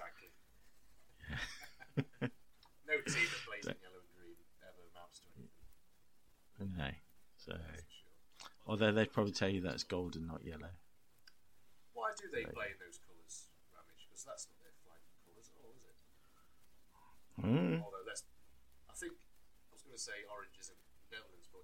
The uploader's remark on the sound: We must also apologise profusely for the audio quality. It seems that the new fandango PC and the mic are not best friends.